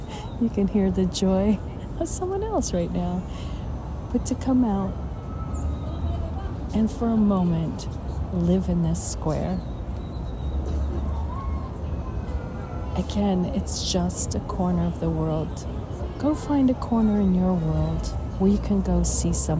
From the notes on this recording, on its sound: On Location Walk and Talk. Mindfulness Tour: Bryant Park in the NYC, New York, USA. Listen to the birds, feel the sun over the building tops, and people watch during the different seasons.